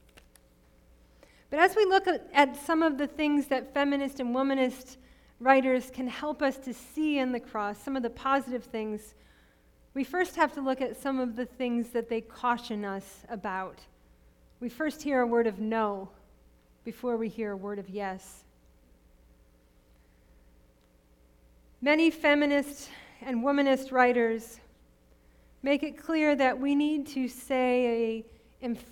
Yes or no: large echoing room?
yes